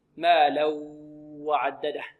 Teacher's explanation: هنا لابد أن ننتبه إلى شيء يقع فيه بعض طلبة القرآن، وهو أنهم يدغمون التنوين في الواو أو النون في الواو إدغاما بغير غنة، يعني يخرجون صوتا من الفم فقط ولا يخرجون صوتا من الخيشوم